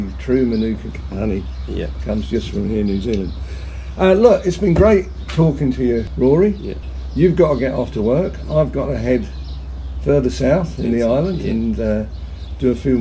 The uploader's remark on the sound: Cambridge, New Zealand. We sat outside with the birdsong.